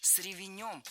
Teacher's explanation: Творительный падеж с ревенем. Ударение в русском языке подвижное, и оно у нас передвинулось на окончание. И беглой гласной здесь быть не должно.